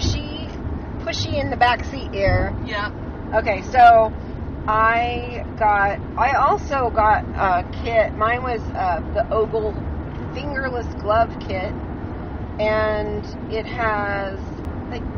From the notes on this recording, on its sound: WARNING: we recorded in the car on the way home. There is some background noise.